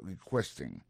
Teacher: Dans le mot requesting là, ouais, accent tombé sur le deuxième syllabe là